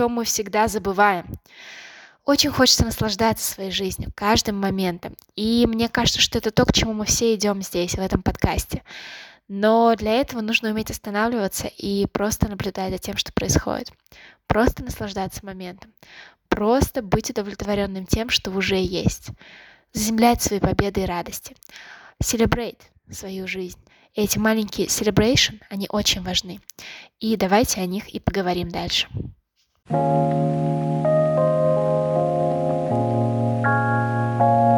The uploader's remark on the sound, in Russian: ПРОШУ ПРОЩЕНИЯ ЗА ЗВУК И ШУМЫ НА ФОНЕ. Это глюк микрофона и Ама(мой котенок).